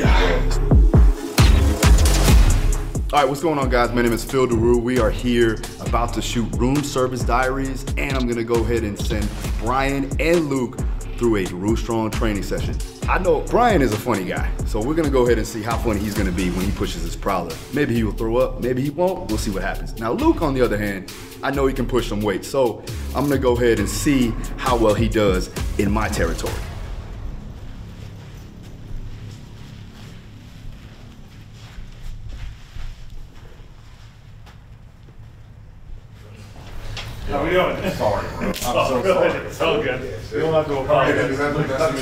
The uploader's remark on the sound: Mic Issue is fixed at the 4:40 mark.